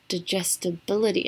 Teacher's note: 那它的重音在 ability 的地方，di 发短音的，gst 发 just。